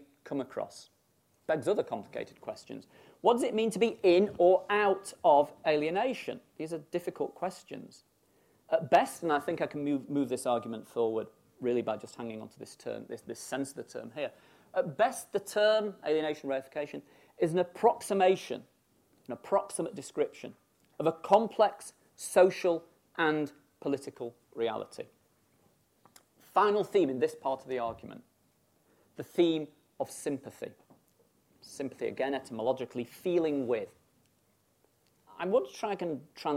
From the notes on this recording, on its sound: Birkbeck Inaugural Lecture